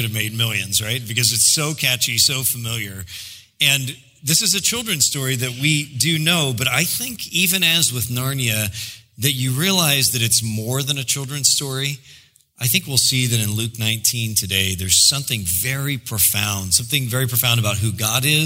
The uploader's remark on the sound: preached in July 2016 at Sojourn J-Town